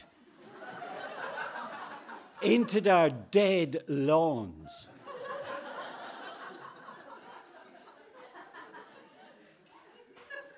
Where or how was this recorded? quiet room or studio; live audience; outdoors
live audience